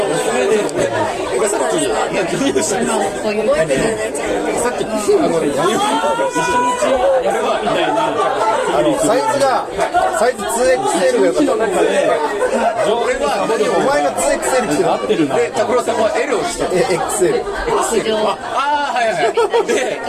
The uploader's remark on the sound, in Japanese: 上川町に新しくオープンしたKINUBARICOFFEEROASTERSのアフターパーティにてパーソナリティ３人が揃ったのでオフライン収録！ガヤガヤと賑やかな会場の様子を合わせてお聞きください。